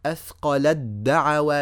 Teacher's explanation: مع الدال مثالها أثقل الدعوى الله أثقل الدعوى شايفين أثقل الد دخلت من اللام إلى الدال على طول